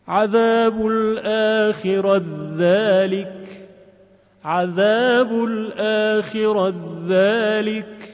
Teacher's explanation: تیه گرد در ذال ادغام میشه